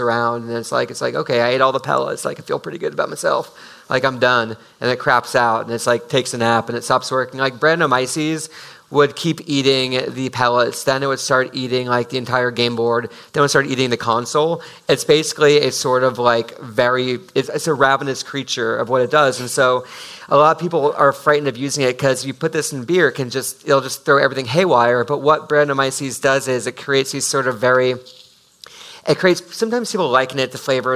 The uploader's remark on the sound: This episode is a live recording of the special event at Japan Society in New York on October 24, 2018